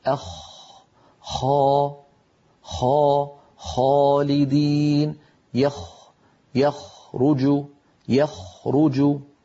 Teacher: الخاء أعلى بقليل من الغين، وهي أيضا من أدنى الحلق، يعني من منطقة جذر اللسان مع الحنك اللحمي.